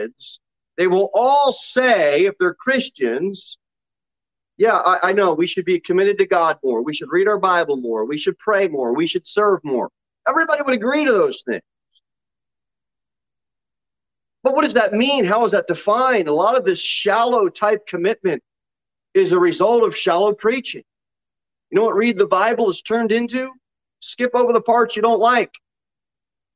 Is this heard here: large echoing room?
yes